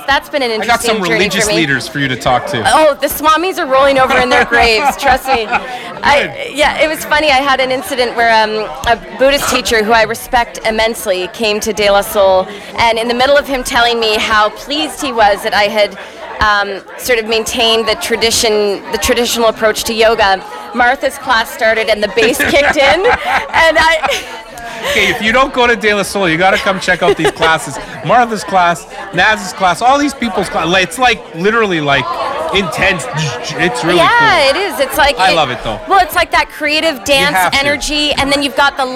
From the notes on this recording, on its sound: podcasting live from The Night Of Light Open House hosted at the businesses of 430 York St.